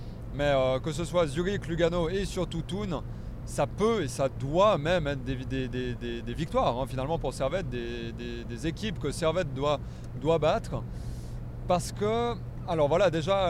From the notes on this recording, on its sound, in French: Voici un épisode spécial enregistré sur la route en rentrant de Lucerne.